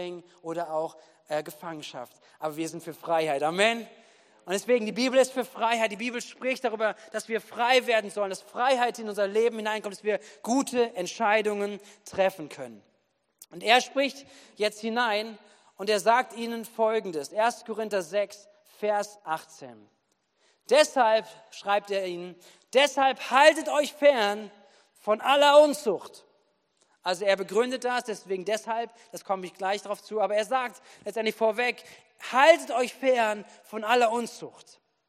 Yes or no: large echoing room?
yes